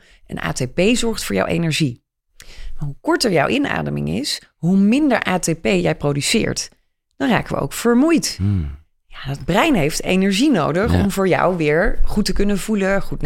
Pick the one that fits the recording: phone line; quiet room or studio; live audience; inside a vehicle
quiet room or studio